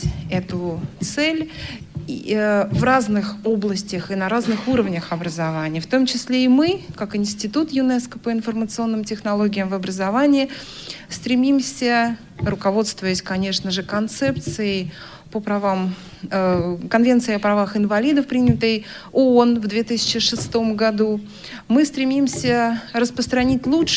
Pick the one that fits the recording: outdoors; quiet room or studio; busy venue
busy venue